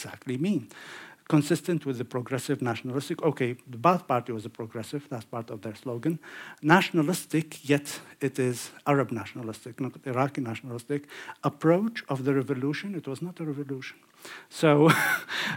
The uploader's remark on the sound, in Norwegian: Lecture in English. Innspilt på Sølvberget bibliotek og kulturhus i april 2023.